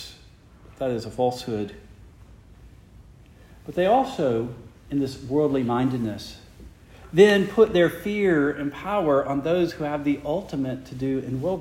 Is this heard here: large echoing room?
yes